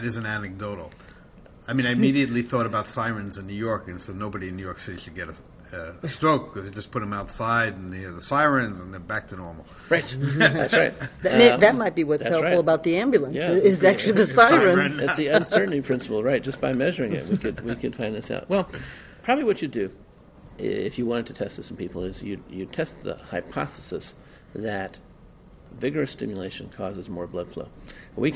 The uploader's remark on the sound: Recorded at the 2011 Society for Neuroscience annual meeting in Washington D.